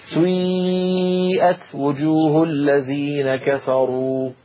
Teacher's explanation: كلمة سيئات أصلها سيئات على وزن فعل، لأن هذه الأفعال سيئة وأخواتها أفعال مبنية للمجهول، فبعض القبائل العربية كانوا ينطقونها يبدأون بضمة ثم يعودون إلى الخلف فينطقون ياء هكذا سيئات. هذه الحركة يسميها العلماء حركة مركبة، مركبة يعني من حركتين أولها ضمة وآخرها كسرة